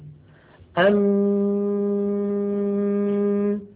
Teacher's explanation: إذن نصف الميم الخيشومي وهو الغنة قابل للمط، ونصف الميم الشفوي شديد، مجموعهما شكل حرف الميم.